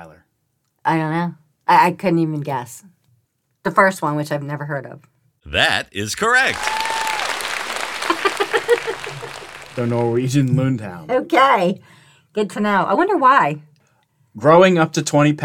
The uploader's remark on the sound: Live and in front of our studio audience